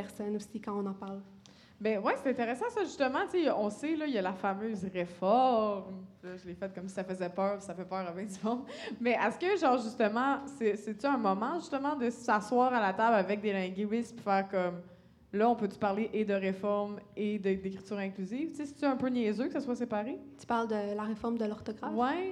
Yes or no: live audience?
yes